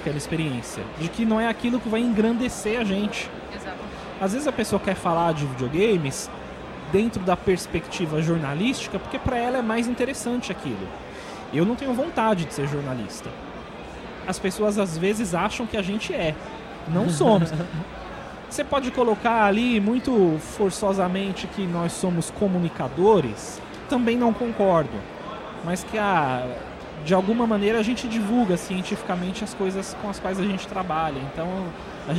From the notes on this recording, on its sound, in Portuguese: Neste episódio gravado diretamente da Retrocon 2023.